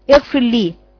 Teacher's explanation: ان الراء بتعمليها شبه مضغمة في اللام